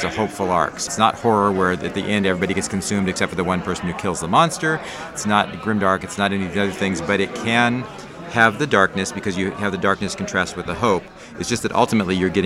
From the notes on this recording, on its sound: We are LIVE from BayCon 2023. In Santa Clara, California.